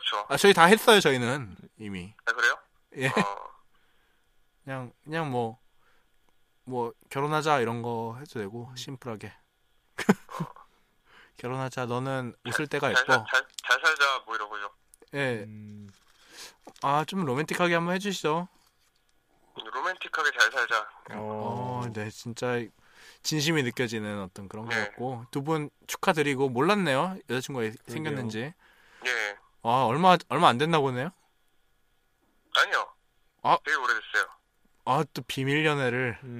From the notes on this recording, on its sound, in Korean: 1부에서 실패했던 전화연결에 성공합니다. 전화 강의가 있습니다.